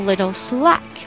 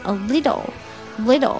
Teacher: 这个双 t 啊，我们要把它浊化。Alittle。little，那么这个 little 的卷舌呢，跟这个 people 的卷舌很类似啊。little，littleslack，slack 这个单词中间的原因是 add inslack。It's about cutting my people a little